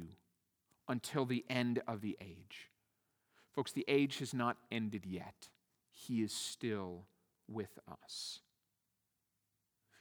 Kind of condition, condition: setting, large echoing room